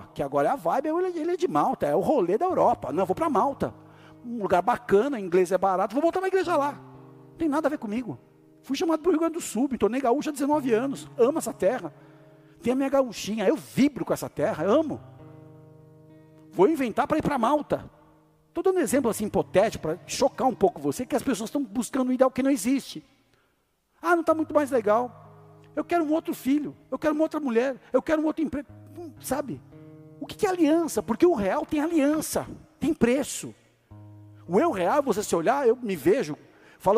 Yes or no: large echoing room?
yes